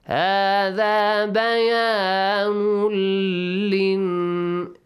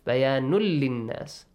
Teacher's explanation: Join the nun to lam.